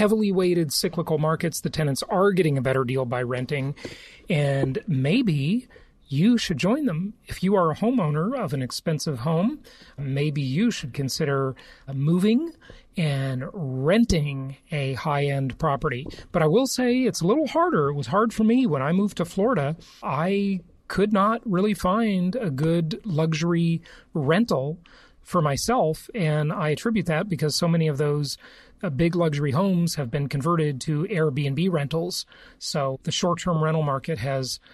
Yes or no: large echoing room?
no